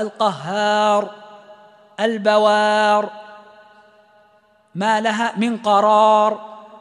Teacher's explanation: راء ساكنة قبلها فتح، كلها مفخمة